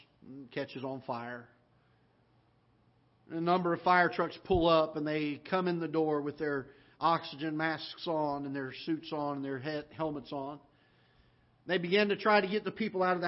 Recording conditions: large echoing room